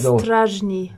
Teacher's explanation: Das Z ist unser stimmhaftes Sch, Garage, ne?